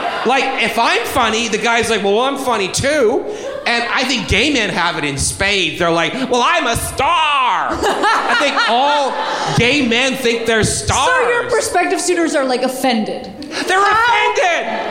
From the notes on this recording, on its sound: live at SF Sketchfest